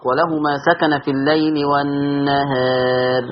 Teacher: خلي بالك لما تقللي الألف الراء هترقق